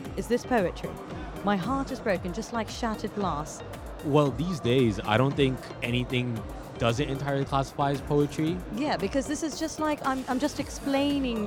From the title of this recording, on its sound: Live from SIBF 2023